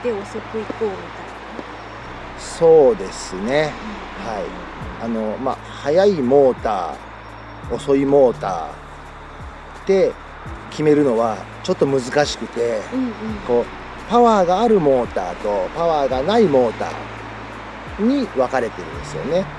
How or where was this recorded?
outdoors